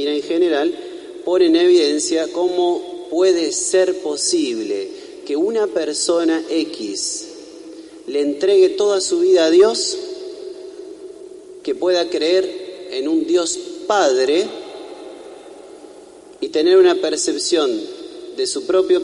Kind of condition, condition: setting, large echoing room